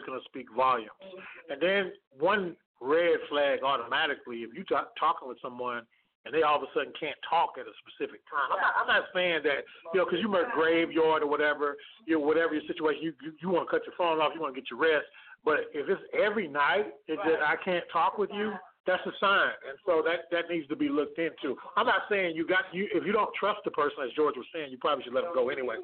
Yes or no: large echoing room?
no